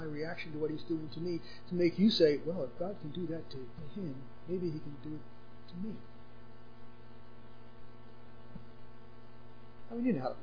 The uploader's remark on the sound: Unfortunately this was the best we could salvage from the quiet audio